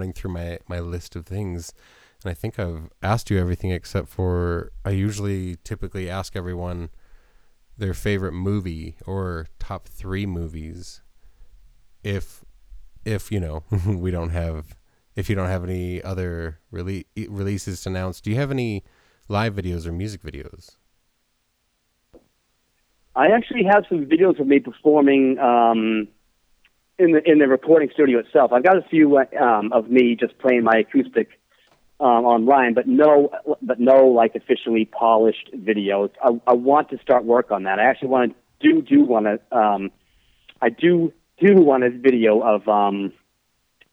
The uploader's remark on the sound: We had a phone call chat